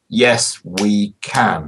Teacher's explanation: it's a metrical object called a molossus, which is three stressed syllables in a row